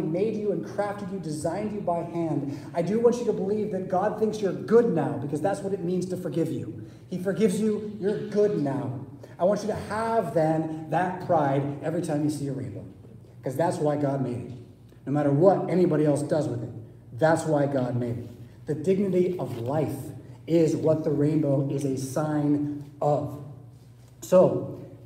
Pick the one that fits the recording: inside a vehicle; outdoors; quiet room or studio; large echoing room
large echoing room